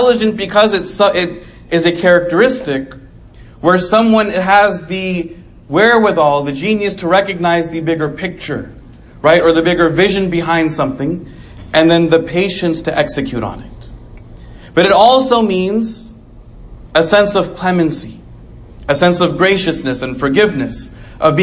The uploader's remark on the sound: Delivered 8/23/2019 Islamic Center of Coppell